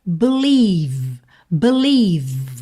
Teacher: E esse ie do meio aí, esse encontro vocálico, vai soar i, gordinho mesmo, recheado, tá? Então vamos ter believe, believe, terminando o som no v, ok?